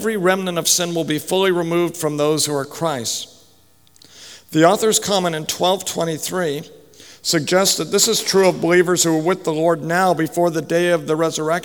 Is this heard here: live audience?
yes